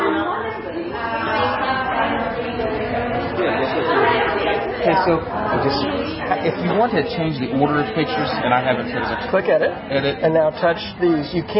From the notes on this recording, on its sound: This is a recording (part 2 of 2) of a meetup in Oklahoma City